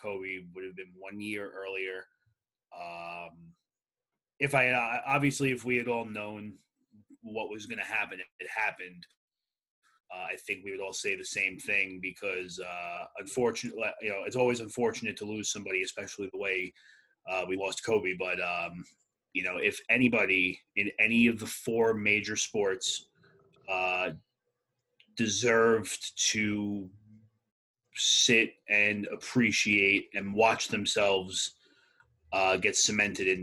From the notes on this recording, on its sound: It all comes to you LIVE via Zoom!